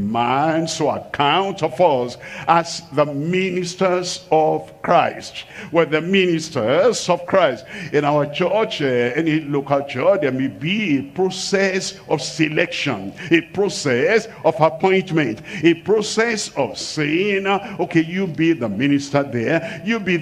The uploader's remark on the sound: live from Asaba, Nigeria